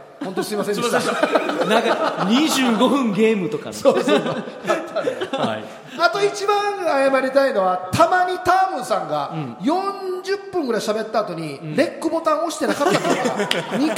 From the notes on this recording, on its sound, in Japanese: 公開収録ほぼノーカット版。最初で最後の公開収録のほぼノーカット版です。大盛り上がりの会場の雰囲気を余すところなくお伝えしたかったのですが。